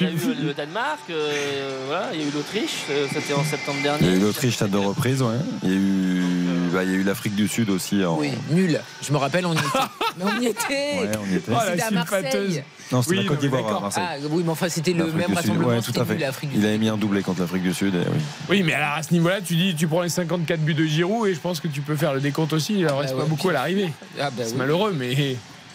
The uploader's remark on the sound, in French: en direct du stade de l'Algarve à Faro